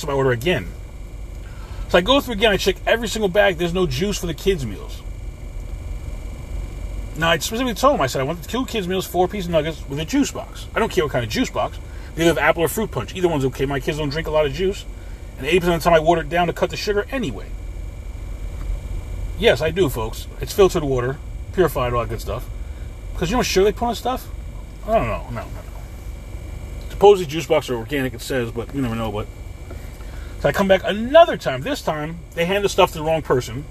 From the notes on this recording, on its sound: In this CarCast